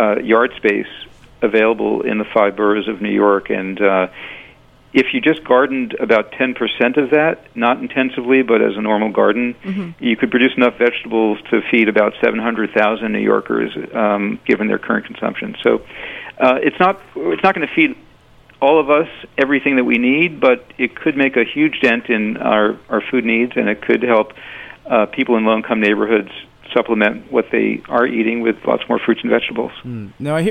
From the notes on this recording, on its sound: on the phones